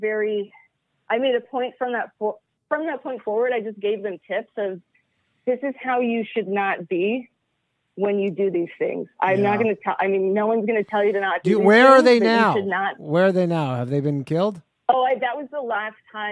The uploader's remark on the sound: The bad advice question/call in show.